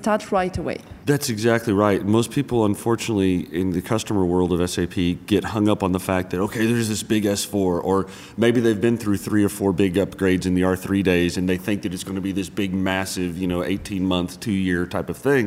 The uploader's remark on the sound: Recorded live at SAP TechEd 2016.